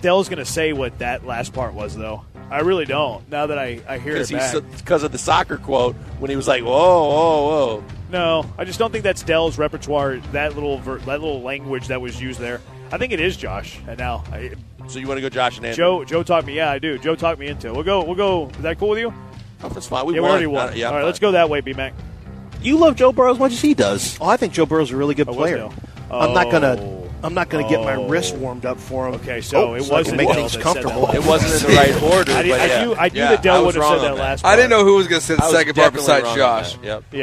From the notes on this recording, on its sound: LIVE from East River 9 in East Downtown!